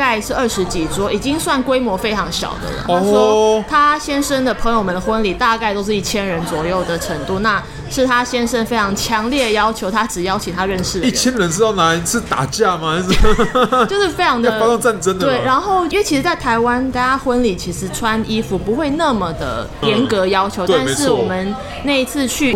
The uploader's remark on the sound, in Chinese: 本集白噪音指數：微風級 2/5。錄音地點： Toasteria Cafe 吐司利亞 - 永康店。